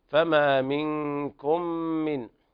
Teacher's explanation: منكم إخفاء حقيقي لوقوع الكاف بعد النون الساكنة